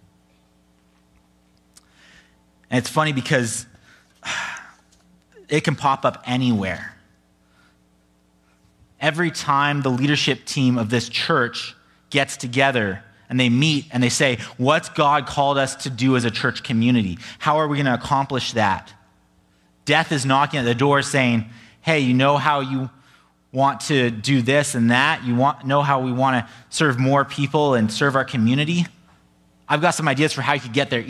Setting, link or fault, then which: setting, large echoing room